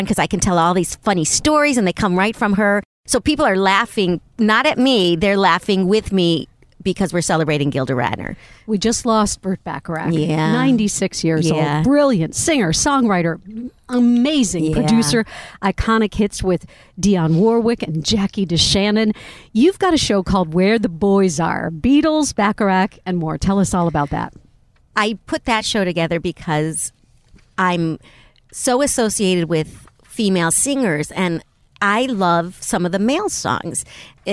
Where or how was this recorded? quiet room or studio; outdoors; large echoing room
outdoors